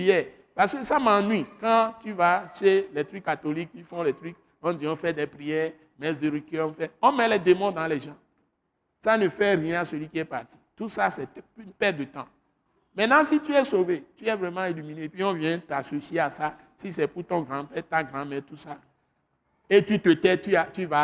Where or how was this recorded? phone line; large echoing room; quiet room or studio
large echoing room